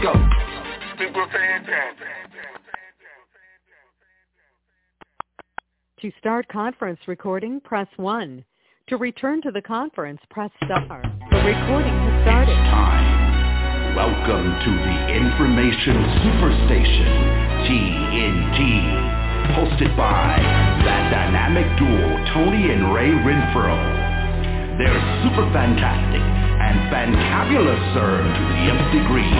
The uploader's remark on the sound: Conference Call